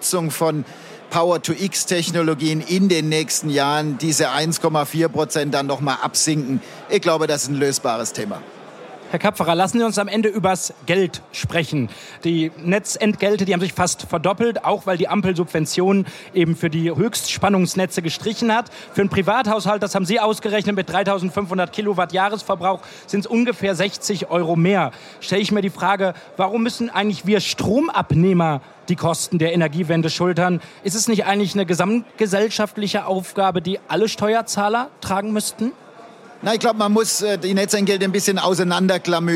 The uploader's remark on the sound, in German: Podcast-Sonderfolge, die auf dem Handelsblatt-Energiegipfel in Berlin aufgenommen wurde.